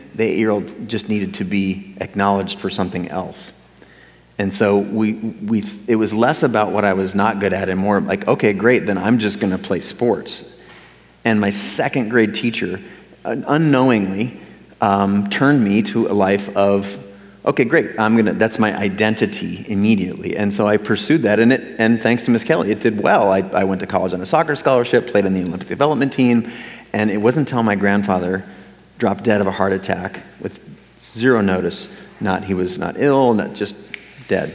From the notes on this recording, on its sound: On Stage. We kicked off celebrations in Seattle with over 700 people in attendance. I recorded the session for you.